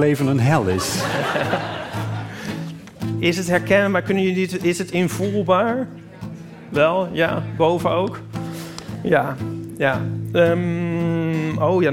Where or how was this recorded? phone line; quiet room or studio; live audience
live audience